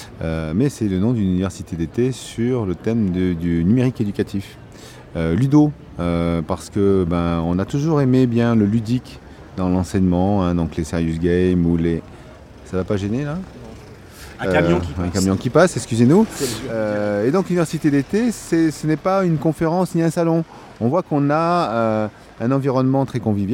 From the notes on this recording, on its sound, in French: Troisième hors série en direct de la onzième édition de Ludovia. Encore un épisode entièrement consacré aux entretiens enregistrés dans les jardins de Ludovia 11.